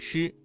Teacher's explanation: 时，舌头翘起，舌尖抵住或者靠近硬腭的后部，形成狭窄的通道，使气流通过时产生摩擦音。在这个过程当中，要注意保持气流均匀通过。我们再来看 ch。吃的发音位置是舌尖抵住或接近硬腭的后部，发音要点与之类似，但是在发声之前先要堵塞气流，然后突然放开，形成爆破音。在这一过程当中要注意区分吃和呲的发音，前者是翘舌音，后者是平舌音，发音时要有明显的爆破感。再来看诗，诗的发音位置舌尖抵住或接近硬腭后部，发音的要点是舌尖翘起，靠近硬腭后部，形成狭窄通道，气流通过时不形成完全的阻塞。在这个过程当中要注意和嘶这一平舌音区分开，保持舌尖的翘起状态，确保摩擦声的清晰。再来看日，日的发音位置是舌尖稍微卷起，靠近硬腭前部，发音要点是舌尖卷起，接近硬腭前部，但不完全阻塞气流，形成一种轻微的颤音，在练习这